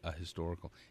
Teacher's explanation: But in American English, the H is pronounced, so it should be a historical.